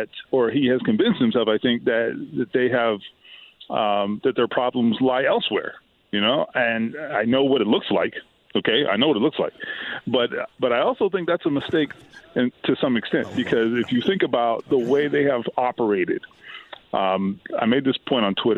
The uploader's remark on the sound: The phone lines then open up